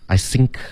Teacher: 然后 think th 的音别发成 s